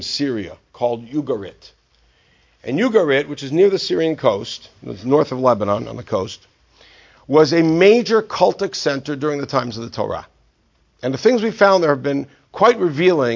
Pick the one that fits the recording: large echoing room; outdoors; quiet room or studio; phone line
large echoing room